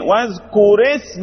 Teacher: تثبت همزة الوصل لا تنطق تبقى موجودة هكذا واذكر اسم ابدأ بها اسم لو بدأت اضطراري · Term: همزة وصل